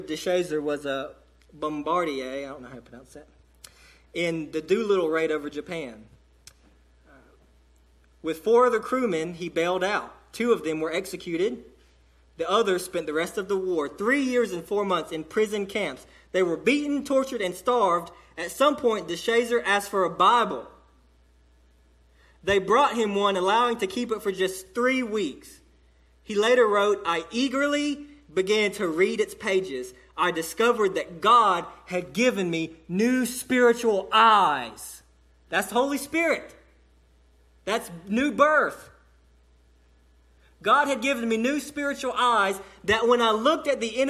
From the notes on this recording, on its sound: sermon delivered to Cottondale Baptist Church on 6/24/17 during the 11:00am service